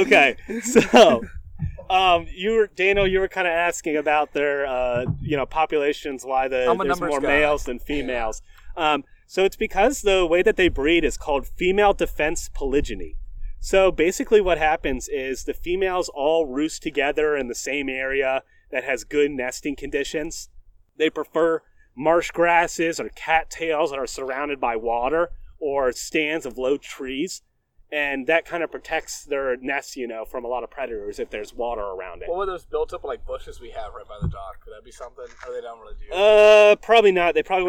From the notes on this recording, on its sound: Dirty Bird is recording on Goat Island in Lake Gaston, NC! This episode was recorded very early on in the pandemic before travel bans, ect. Please excuse any wind, boat noises, or poor audio quality.